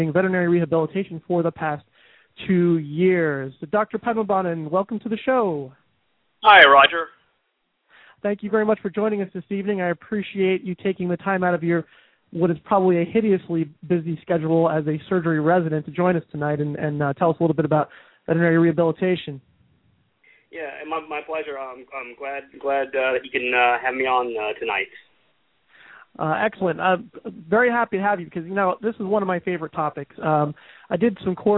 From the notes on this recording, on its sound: takes your calls live